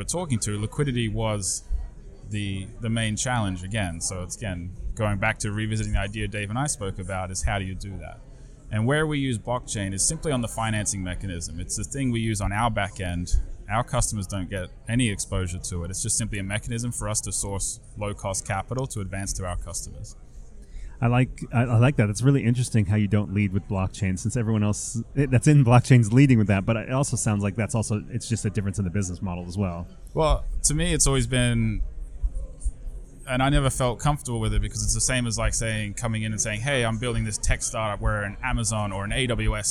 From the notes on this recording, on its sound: MidemTectonics coverage. Recording interviews on the spot in Cannes!